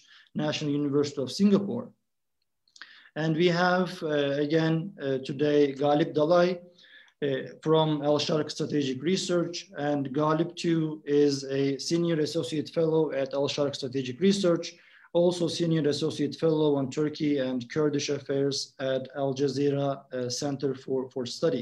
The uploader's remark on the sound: This public talk was conducted online via Zoom